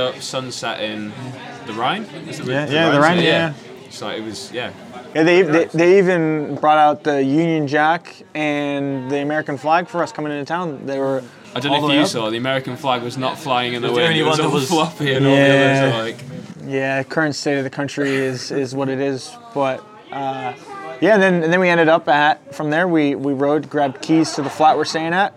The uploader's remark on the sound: The second in a series of campfire conversations, recorded at the end of each day as 6 friends ride across a country.